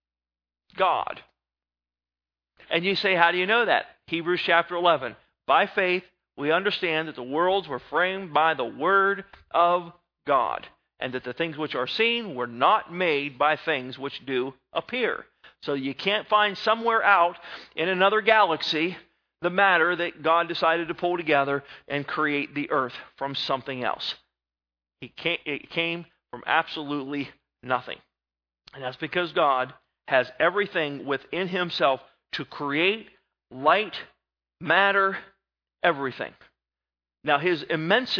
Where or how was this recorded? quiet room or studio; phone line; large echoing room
large echoing room